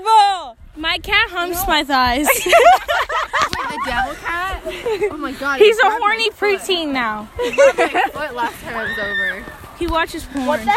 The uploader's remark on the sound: we recorded this during recess and lunch